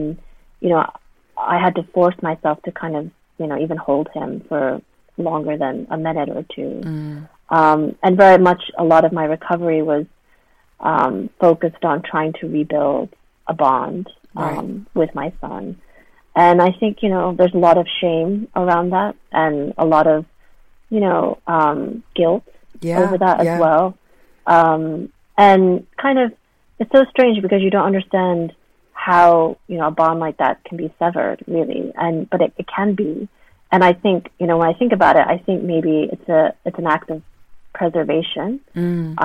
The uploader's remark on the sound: This interview is recorded over a line, so please forgive any glitches in sound.